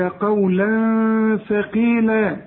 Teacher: تنوينه بعد الثاء، الثاء من حروف الإخفاء، عاوزين غنة